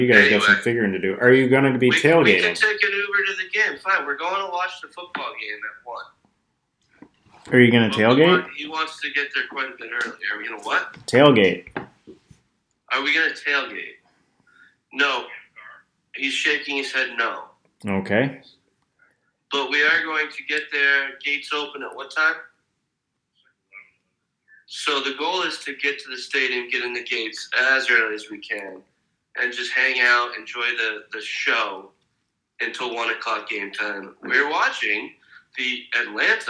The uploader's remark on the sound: call in from atlanta